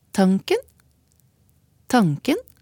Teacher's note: i østnorske tonelag har denne høgtonen vandra så langt ut i ordet som han bare kan